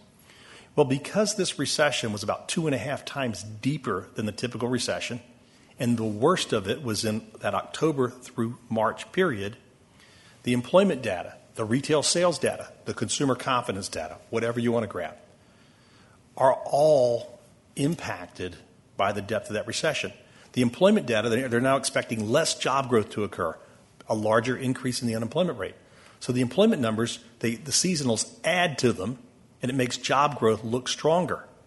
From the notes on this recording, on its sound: Closing Keynote. Conference Audio.